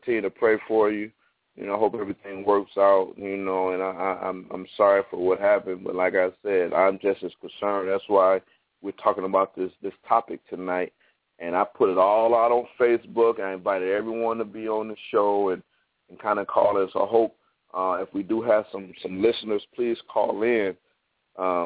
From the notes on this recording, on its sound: the hosts open up the phone lines